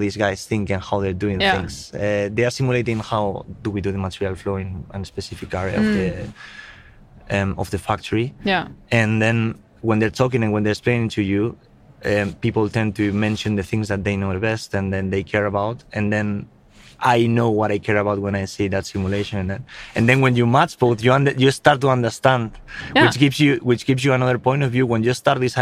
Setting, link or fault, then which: setting, busy venue